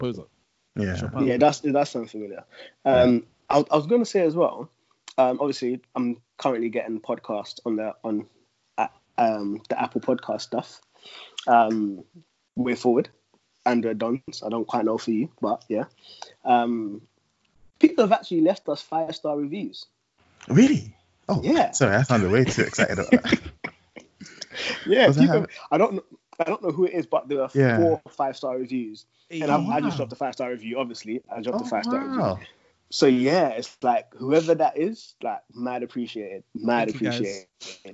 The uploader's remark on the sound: We're still recording remotely as we're all observing lockdown